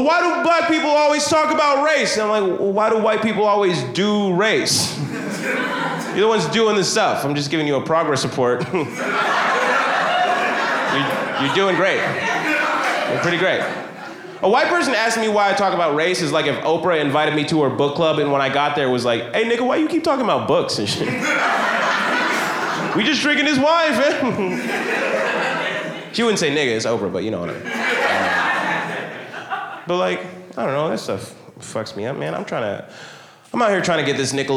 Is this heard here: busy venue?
yes